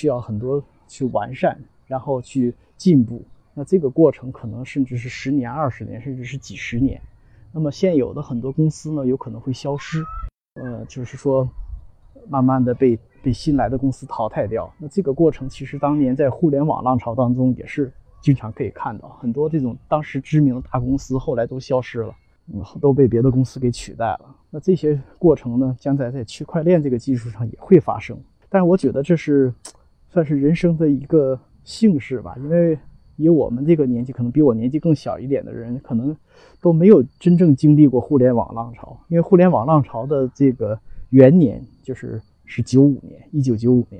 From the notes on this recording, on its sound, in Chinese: 在陪两个女儿打网球时录制